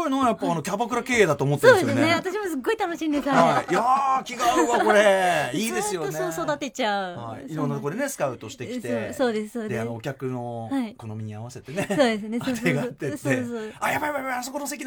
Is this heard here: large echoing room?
no